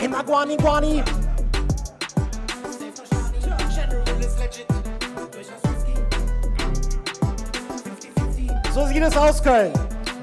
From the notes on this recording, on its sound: This is the Audio of the Dance.